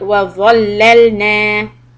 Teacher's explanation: the tip of the tongue will come out and it's a aw sound, heavy sound.